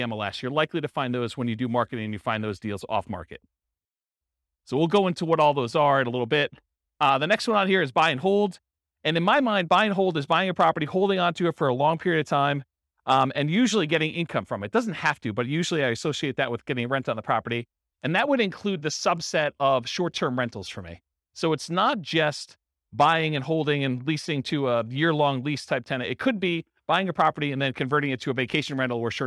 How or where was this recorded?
live audience